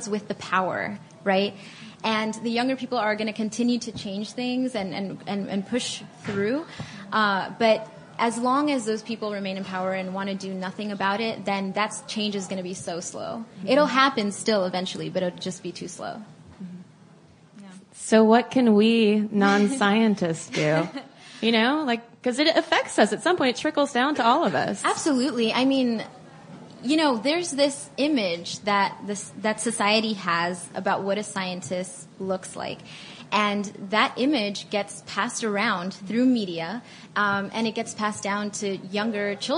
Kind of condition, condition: setting, live audience